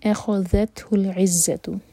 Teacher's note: الف لائٹ خا ہیوی اور ذال لائٹ. اخذت تا پر ہمس، اخذته العزۃ یہاں پر زا پر بزنگ ساؤنڈ.